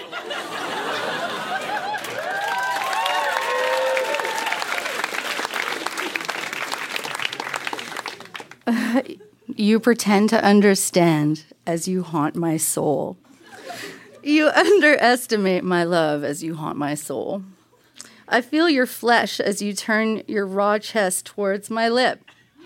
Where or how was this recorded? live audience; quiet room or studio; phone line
live audience